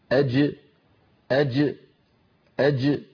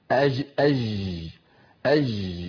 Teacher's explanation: العاميات بصوت الجيم، وننطقه كما كانت العرب تنطقه في زمن النبوة، شديدا مجهورا، يعني من وسط اللسان محبوس الصوت والنفس · Shown in: first take · Term: الجيم الفصيحة